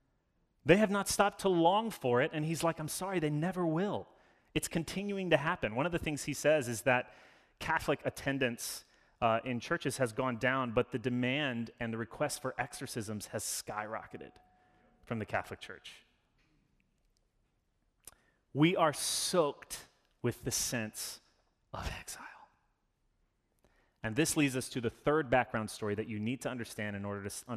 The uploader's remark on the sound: Sermon delivered. As an Anglican church, we follow a liturgy every Sunday which allows us to participate in worship together.